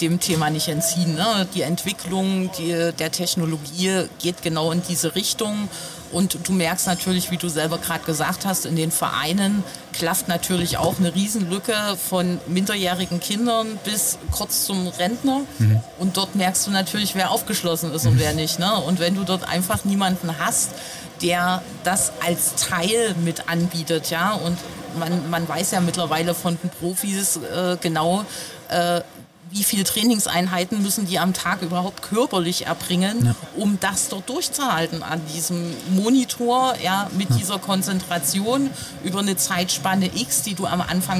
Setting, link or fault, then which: setting, busy venue